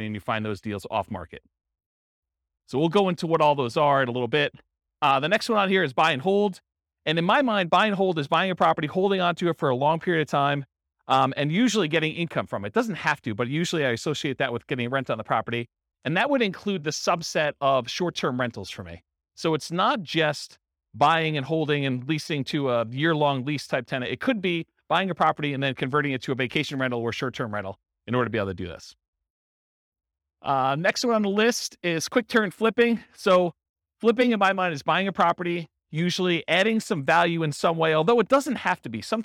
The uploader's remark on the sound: Real estate entrepreneurs in Evansville, Indiana. This was a live class recorded.